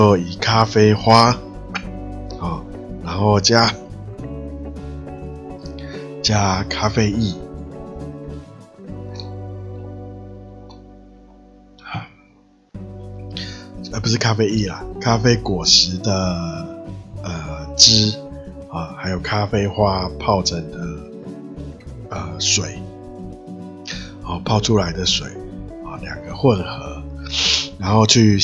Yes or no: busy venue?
no